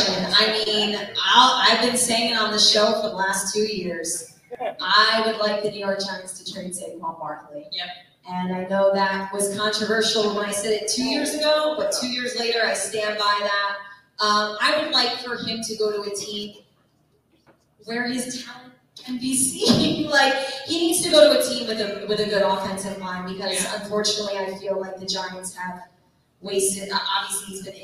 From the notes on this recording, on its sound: LIVE in-person at the Cricket Hill Brewery in Fairfield, New Jersey